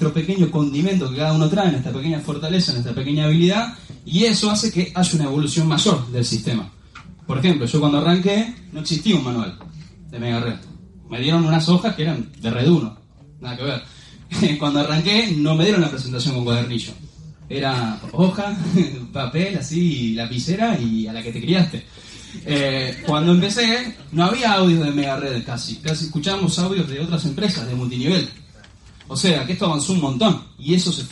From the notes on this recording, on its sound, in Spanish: Audio extraído de reunión de equipo Mega Red, Bs As.